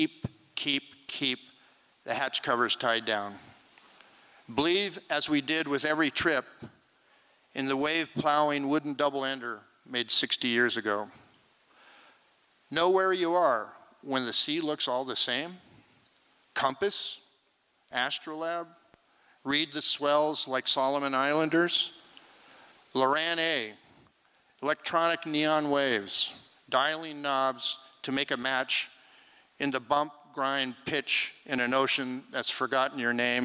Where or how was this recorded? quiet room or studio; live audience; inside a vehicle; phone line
live audience